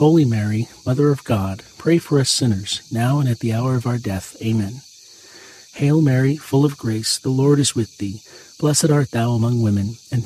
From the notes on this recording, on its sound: Get closer to nature and enjoy the soothing outdoor sounds of cicadas singing on a warm summer night alongside this Friday rosary.